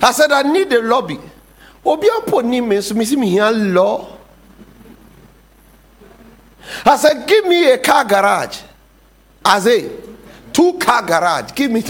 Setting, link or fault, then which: setting, large echoing room